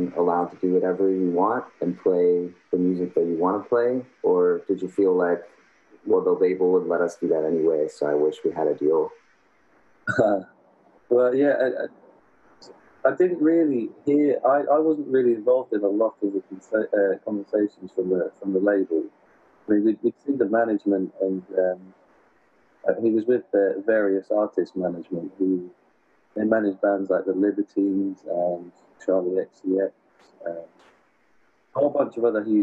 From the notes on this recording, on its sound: During this interview, we experienced a poor connection from California to the UK.